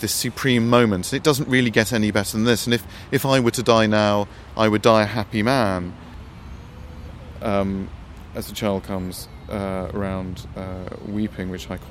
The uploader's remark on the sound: Recorded in Rome’s Cimitero Acattolico. Recorded in 2014 beside the grave of John Keats.